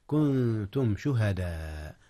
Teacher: إخفاء النون قبل التاء.